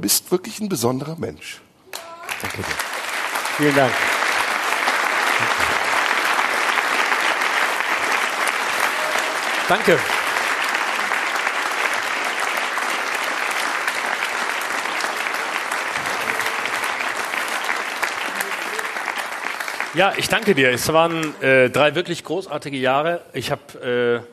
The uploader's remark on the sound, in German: Das Finale live im Tipi. Die 500 Livezuschauer im Tipi am Kanzleramt.